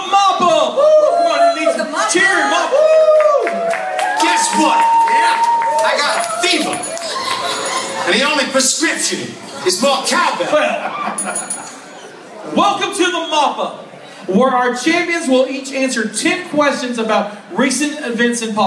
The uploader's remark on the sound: This week we are live from Charleston, West Virgniia at ShockaCon.